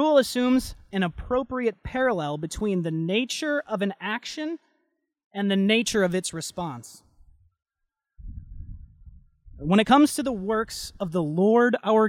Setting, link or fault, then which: setting, large echoing room